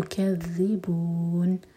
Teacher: ذال کو اسٹرانگ پڑھیں گے ذال پر شدہ ہے لیکن ز کا ساؤنڈ نہ آئے. تو کذبون نون کو ساکن کریں گے تو اینڈ میں ہے مد عادل سکون تو بون چار حرکہ لمبا.